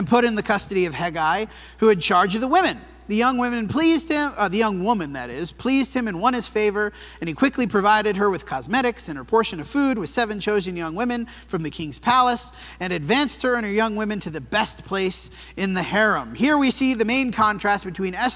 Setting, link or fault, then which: setting, large echoing room